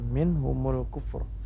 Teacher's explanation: Minhumul kufra ini nun sukun bertemu dengan huruf ha, ini namanya izhar halq, ya. Izhar artinya nampak atau jelas pada kata nun sukunnya, tidak boleh panjang